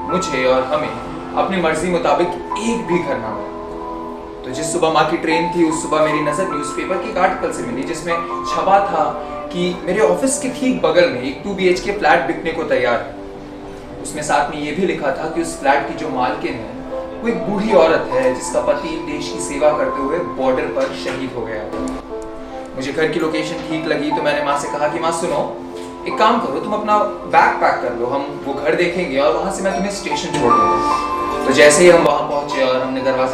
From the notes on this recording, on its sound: performance at HBB Mumbai Storytelling Open Mic